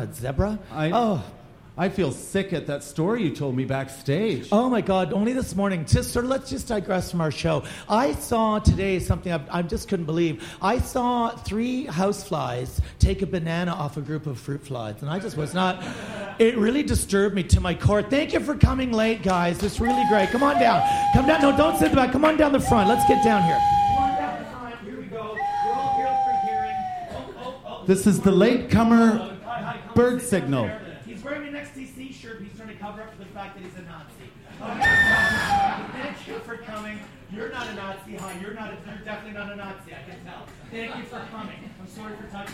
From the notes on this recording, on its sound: You are cordially invited back into the VCEBunker – live n’ direct from the 2019 Edinburgh Fringe.